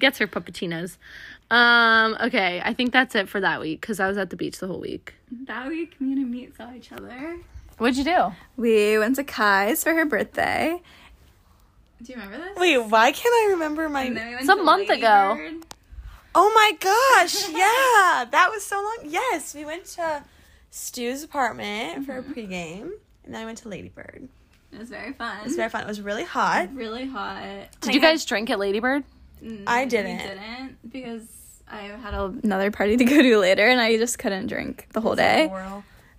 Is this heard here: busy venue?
no